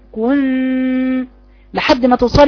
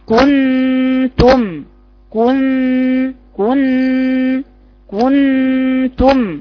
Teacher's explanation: اما السرعة على الرجوع، لذلك سرعتك على الرجوع في كنتم ده نبرة، كنتم وكأن هذه الغنة، لا اقرأيها بالتالي كن لحد ما توصلي للجزء اللي طالع من فوق، صوته فوق في الخيشوم، كنتم كن كن كنتم. لازم تسمعي الزنة او الصوت الجميل الرنان ده الموجود في الخيشوم عشان تجي الغنة صحيحة